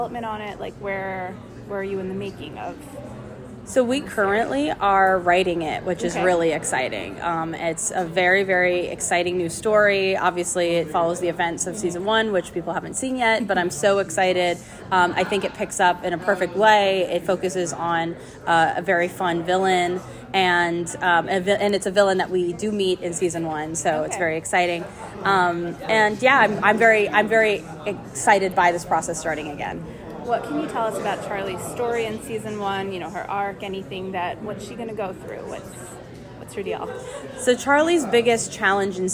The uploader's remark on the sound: With Us At NYCC!